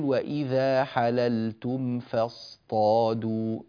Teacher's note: نظهر الميم عند الفاء إظهارا شفويا